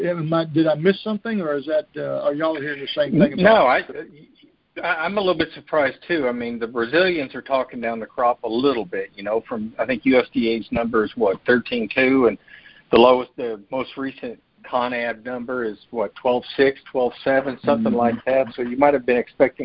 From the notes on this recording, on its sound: August 2022 Monthly Conference Call On Cotton.